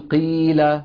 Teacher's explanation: والياء المادية من وسط اللسان